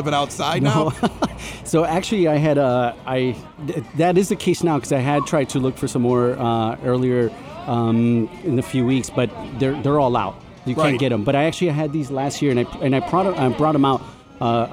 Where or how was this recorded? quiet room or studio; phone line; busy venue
busy venue